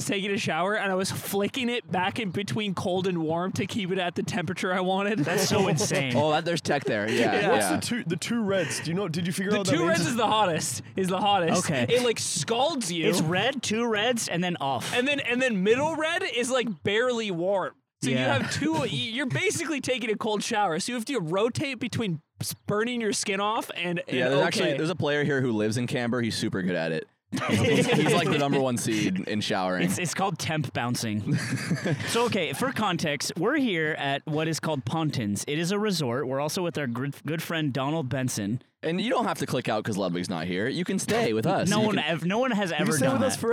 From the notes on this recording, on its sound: This week, the boys are live from Fête 3 in the UK!